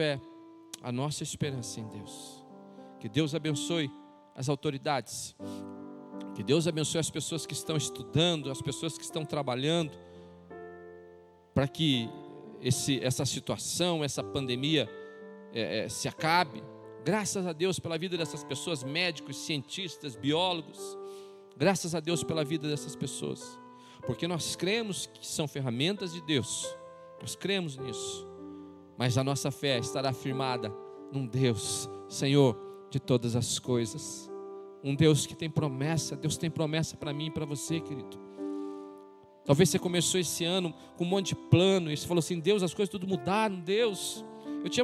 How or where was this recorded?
large echoing room